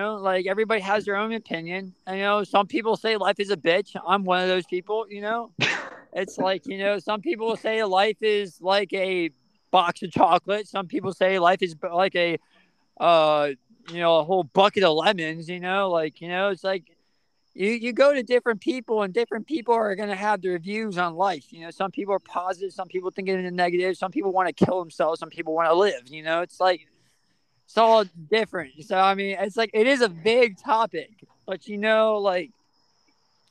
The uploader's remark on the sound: he was recording outside